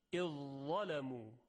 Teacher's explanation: و یا اذ ظلمو، ادغام ذال در حرف ضا، در اینجا ادغام کامل هست، اذ ظلمو، فقط صدای مدغمون فیه یعنی ضا شنیده میشه. به این ادغام ادغام کامل یا ادغام تام یا ادغام محض گفته میشه.